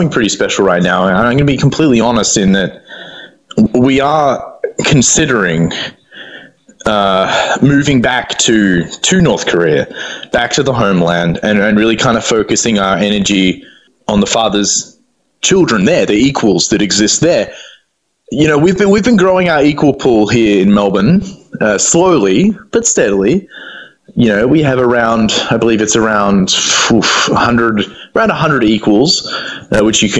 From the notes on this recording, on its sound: On the phone from what is apparently the restroom of an international airport somewhere in the middle.